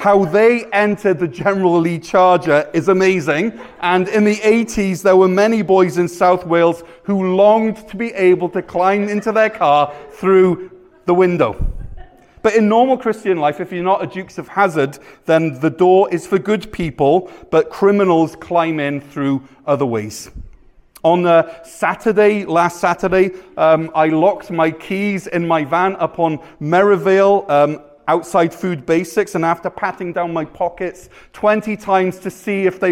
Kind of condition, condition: setting, large echoing room